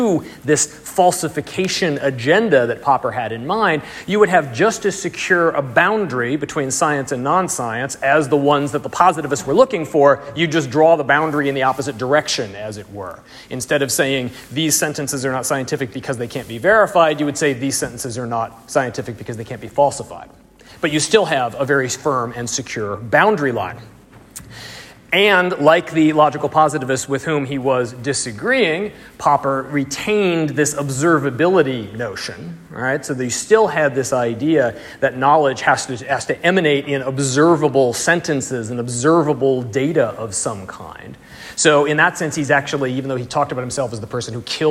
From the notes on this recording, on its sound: Audio and slides from the third lecture in the series, delivered 19 February 2020 in Bamberg, Germany.